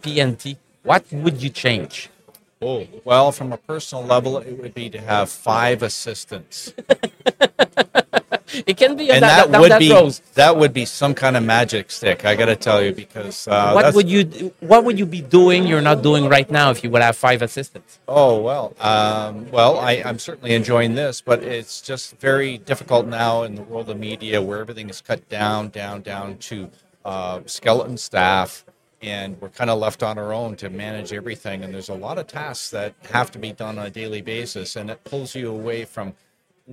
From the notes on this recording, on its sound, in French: En direct du Hardtech à Toronto